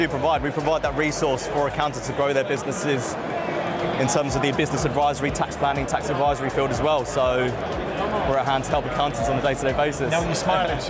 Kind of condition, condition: setting, busy venue